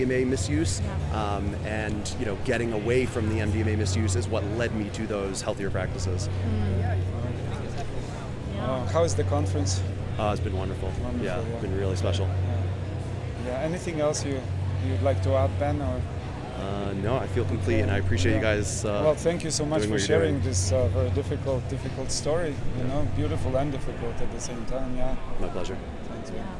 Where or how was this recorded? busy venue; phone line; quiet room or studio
busy venue